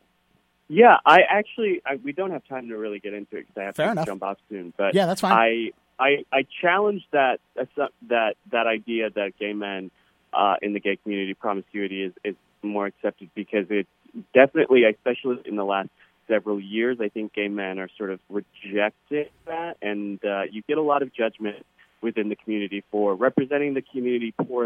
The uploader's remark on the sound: This over the phone interview is our full, unedited conversation.